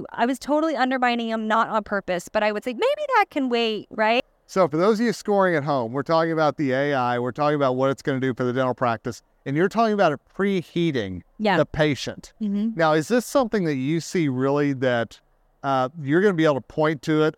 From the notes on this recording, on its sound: recorded during SmileCon in Orlando, Fla.